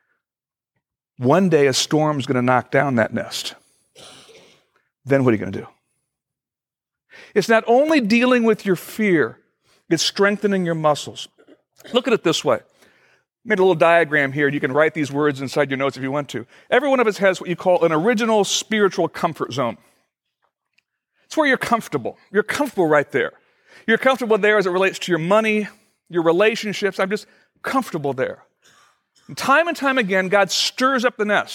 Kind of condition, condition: setting, large echoing room